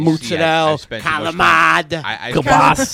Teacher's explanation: When you're from Utica and you're Italian, you can't pronounce the whole word properly. You got to drop the vowels at the end.